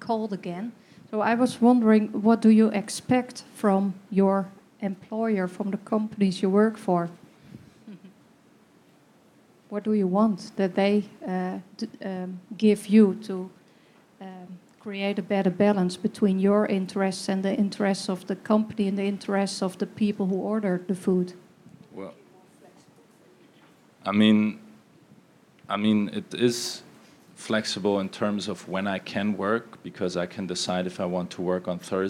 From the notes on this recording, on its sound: Questions from Gig Workers session at 'Reshaping Work in the Platform Economy conference.